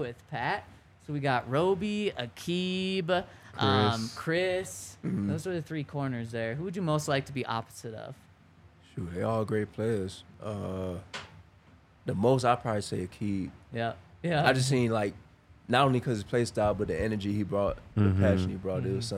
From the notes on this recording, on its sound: coming to you LIVE from the DNVR Bar